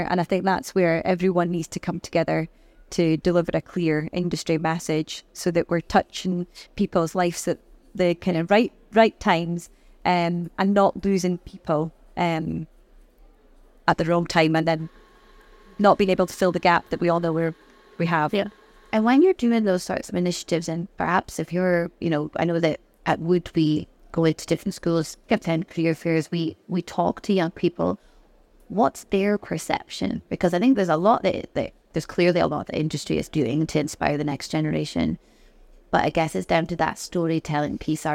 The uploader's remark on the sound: Recorded live at Offshore Europe 2023